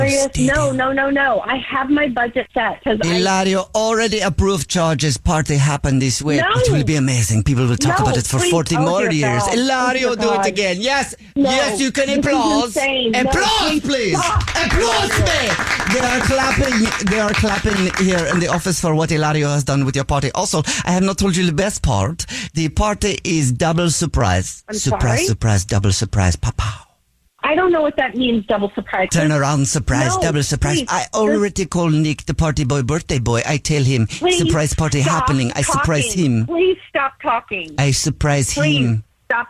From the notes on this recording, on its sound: phone prank style